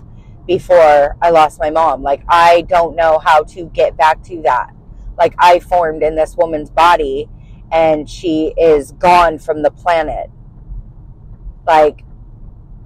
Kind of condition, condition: setting, inside a vehicle